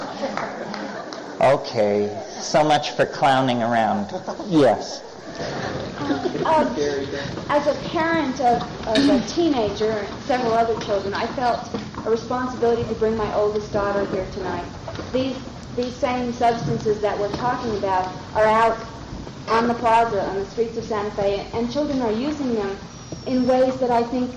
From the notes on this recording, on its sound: The second part of a talk. Answers questions from the audience.